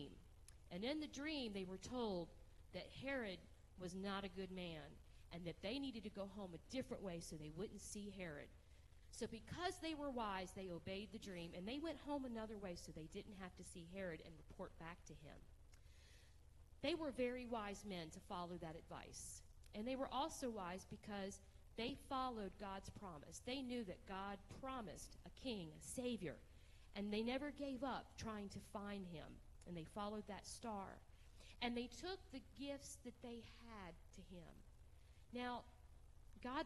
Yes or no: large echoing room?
yes